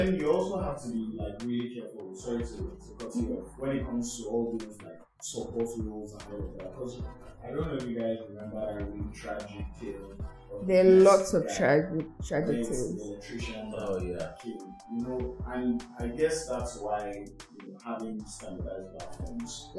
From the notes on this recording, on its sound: We apologize for this episode's quality. Something broke during recording and we didn't catch it until after.